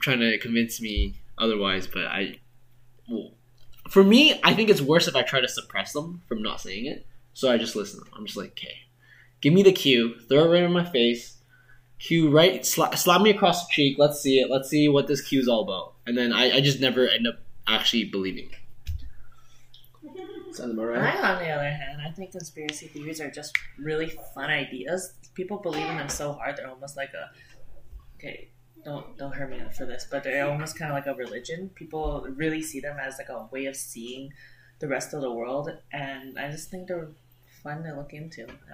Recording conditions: poor sound quality